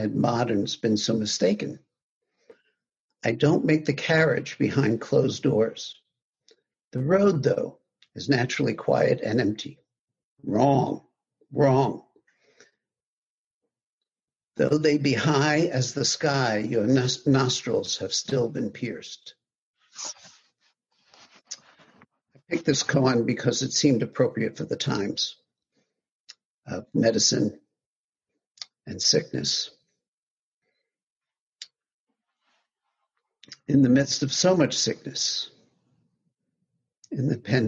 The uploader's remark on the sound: Via Zoom from his home.